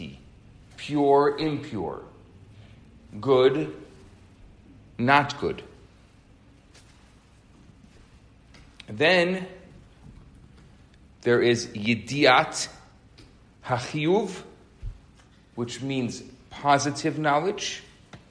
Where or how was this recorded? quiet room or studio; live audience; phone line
live audience